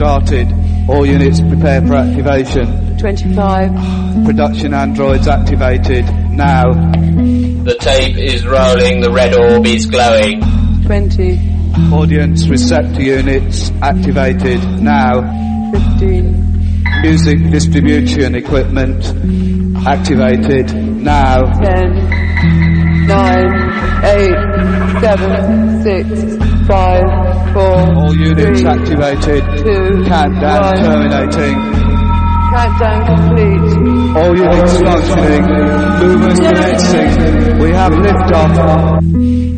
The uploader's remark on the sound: hangs a sanitized mic cable from his car window